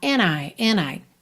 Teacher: esse and é bem reduzido e a gente já liga o N no I